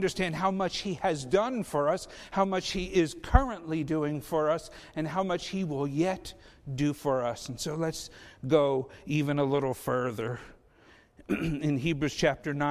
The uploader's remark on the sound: Faith Baptist Church in Hamilton, NJ.